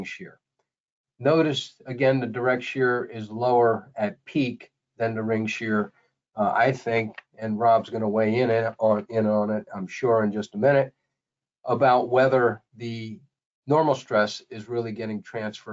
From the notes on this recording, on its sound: This is an audio version of the webinar.